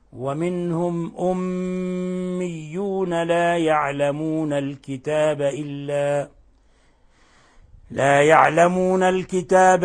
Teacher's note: طيب، لفظ أميون، لاحظوا عندنا حرف غن مشدد، يعني ميم مشددة تحتاج إلى غن مقدارها حركتين، ويظهر فيها إطباق الشفتين وغن من الخشوم